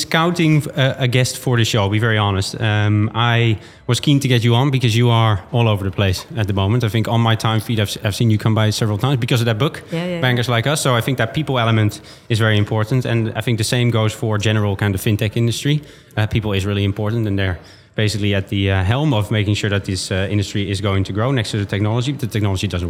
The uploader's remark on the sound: coming live from Money20/20 Europe